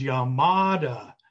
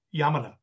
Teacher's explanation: if you listen to him say his name, Yamada, it's very flat · Shown in: second take